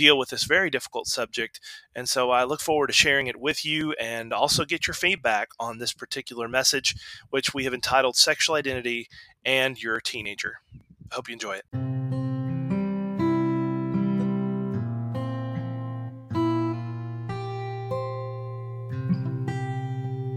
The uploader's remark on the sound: This podcast was recorded at the Jefferson Avenue Church of Christ.